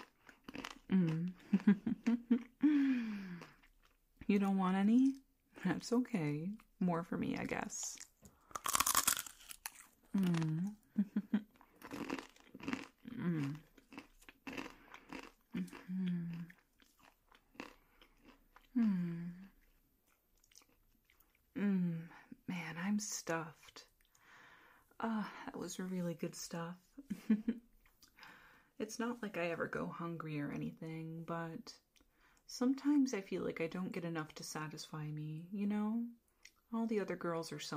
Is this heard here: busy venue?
no